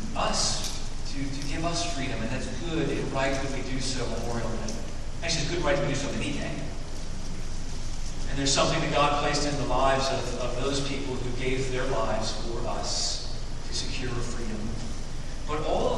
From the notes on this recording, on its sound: Due to technical difficulties, this Sunday's recording is not up to our normal sound recording standards.